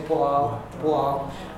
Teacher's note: Sometimes we glide, we use a whistle sound to glide from the B to the vowel. · Term: a glide